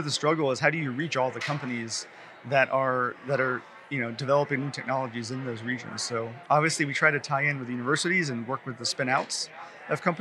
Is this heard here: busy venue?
yes